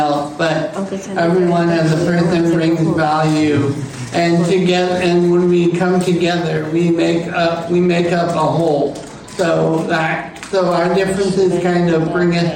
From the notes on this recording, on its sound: LIVE From Global Forum for Inclusion in Berlin. Recorded From Berlin, Germany.